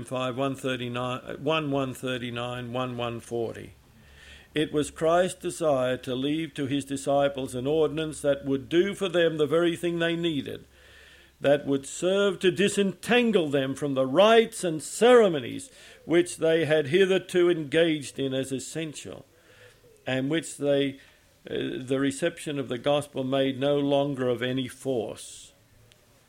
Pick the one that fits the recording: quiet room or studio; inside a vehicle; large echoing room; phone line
large echoing room